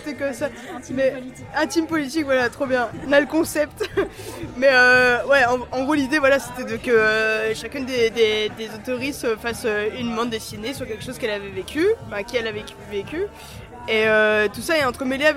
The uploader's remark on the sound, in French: Hors-série au Tri Postal - Balade sonore. Dans le studio éphémère du Tri Postal à la soirée Guérillères et Insoumuses. S’est baladée avec un enregistreur de stand en stand.